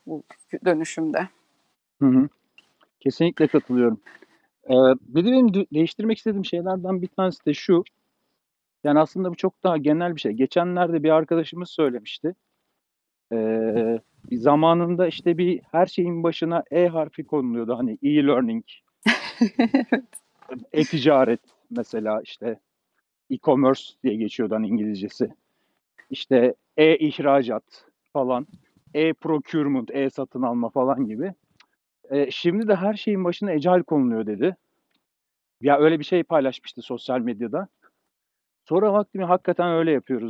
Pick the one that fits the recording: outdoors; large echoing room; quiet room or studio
outdoors